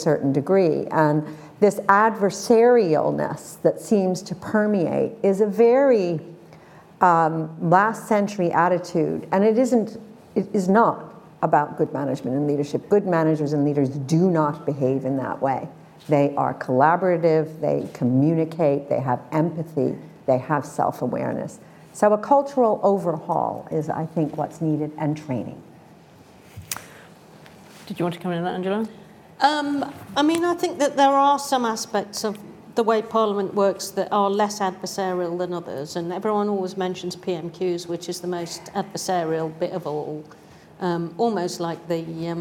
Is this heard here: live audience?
yes